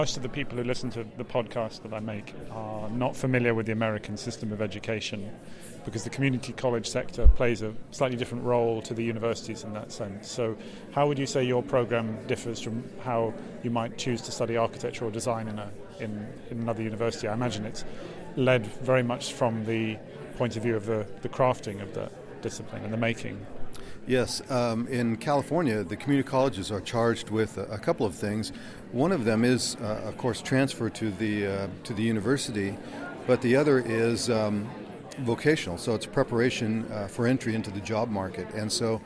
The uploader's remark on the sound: Live from day two of NCBDS 32. Special "live" conference podcasts from the 32nd National Conference on the Beginning Design Student (NCBDS) hosted by Cal Poly San Luis Obispo.